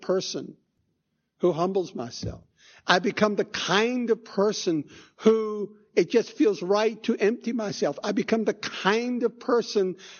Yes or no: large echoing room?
yes